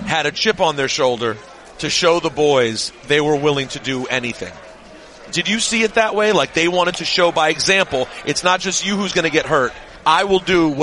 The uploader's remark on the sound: Cheap Heat In Vegas! Live from Radio Row for Wilder-Fury 2.